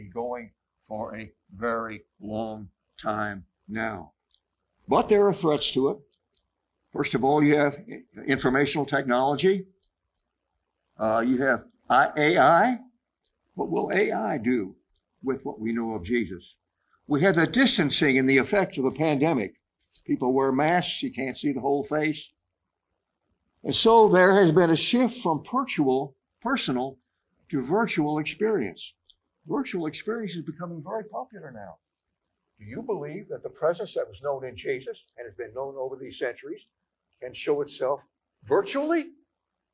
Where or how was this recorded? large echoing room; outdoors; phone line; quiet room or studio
large echoing room